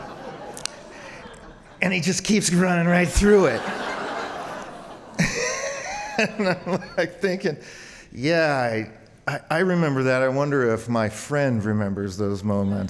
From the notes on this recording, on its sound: Starring featured storytellers mixed with an open story slam. Live on stage and without notes.